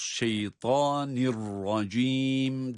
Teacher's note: Ama burada idgamı bilahunne olması itibariyle şeytanin demiyoruz. Şeytanirracim diye de idgam yaparak ra'yı şeddeli gibi okuyoruz